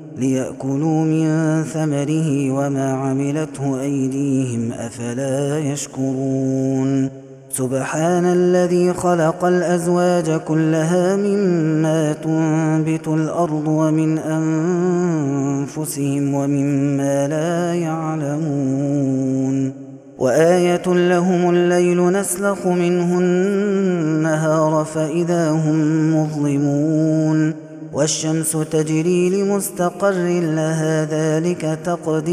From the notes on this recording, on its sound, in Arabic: هذا التسجيل من صلاة التراويح